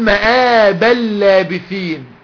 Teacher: مآبا لابثين إدغام بدون غنة